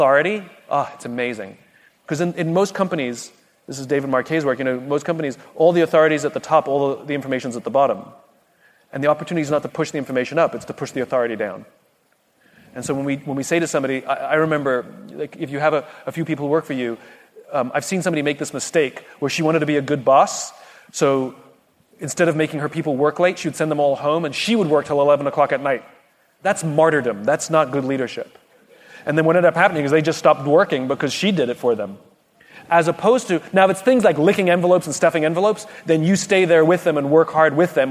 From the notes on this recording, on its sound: On today’s bonus episode from EntreLeadership Summit, we’re featuring a Q&A session. Answer queries from our attendees.